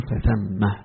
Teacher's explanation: إذا وقف عليها يعقوب أو رويس عن يعقوب يقول فثم بهاء السكت عليه